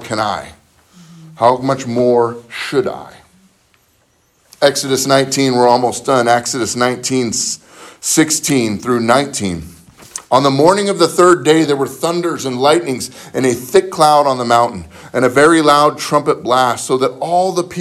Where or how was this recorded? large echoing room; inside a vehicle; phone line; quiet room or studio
large echoing room